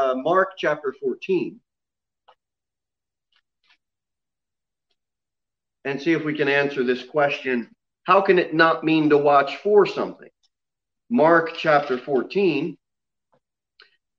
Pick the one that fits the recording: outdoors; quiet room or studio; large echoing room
large echoing room